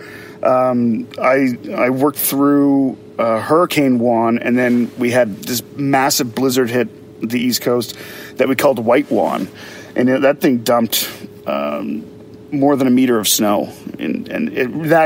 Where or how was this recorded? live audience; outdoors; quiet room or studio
outdoors